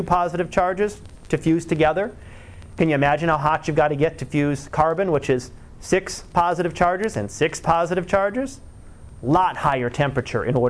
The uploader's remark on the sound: Live Class Lecture